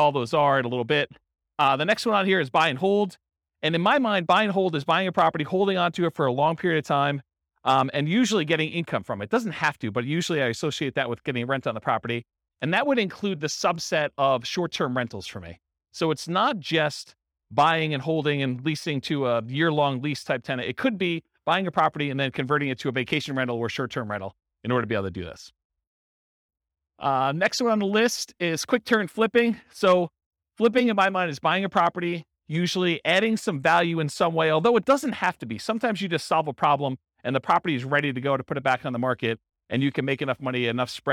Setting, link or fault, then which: setting, live audience